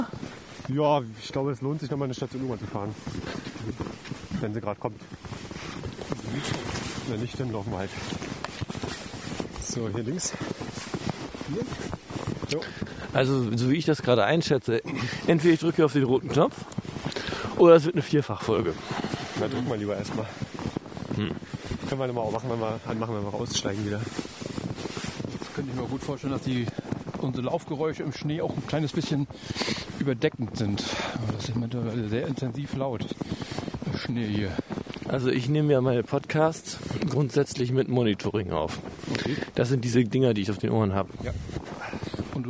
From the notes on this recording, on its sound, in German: Dazu reichlich Atmo aus dem öffentlichen Nahverkehr. Frisch aufgenommen bei Temperaturen wie aus dem Gefrierfach.